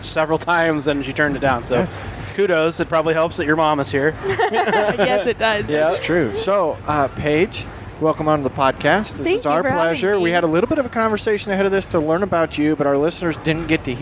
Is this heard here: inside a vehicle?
yes